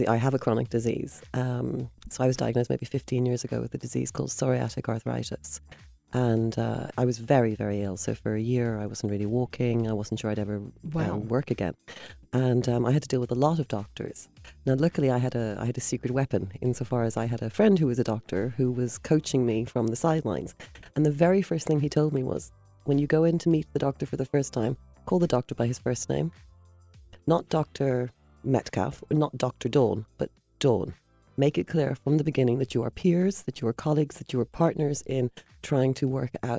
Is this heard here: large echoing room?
no